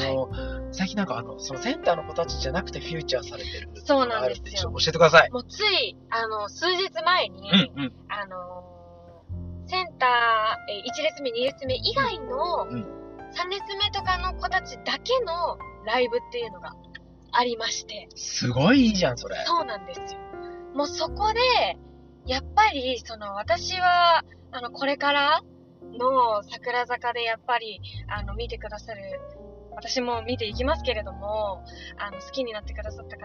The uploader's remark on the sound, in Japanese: 今回は録音環境が悪くOPは別撮りしました。